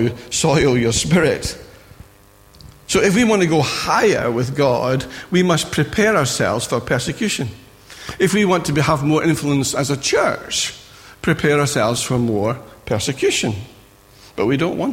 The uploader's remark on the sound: Recorded at freedomcentre church, Preston on Sunday 2nd April 2017